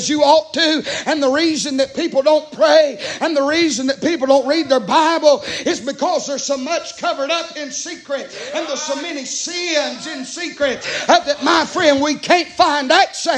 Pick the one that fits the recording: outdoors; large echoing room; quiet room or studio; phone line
large echoing room